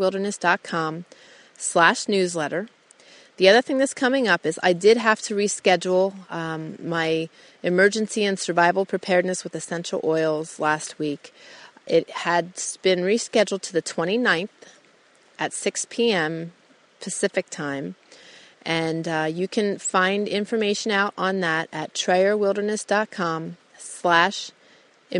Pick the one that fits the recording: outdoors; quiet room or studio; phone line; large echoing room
outdoors